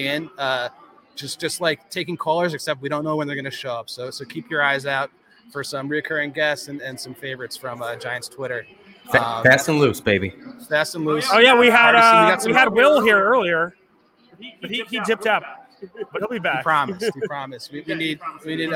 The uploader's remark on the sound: This week we cast live from the Wilson flagship store in SoHo for the 2022 NFL draft.